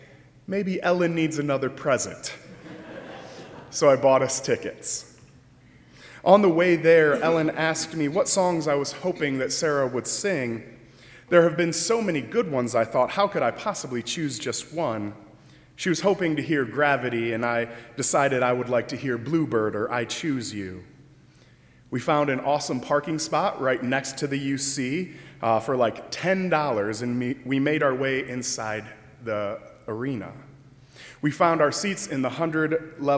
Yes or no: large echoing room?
yes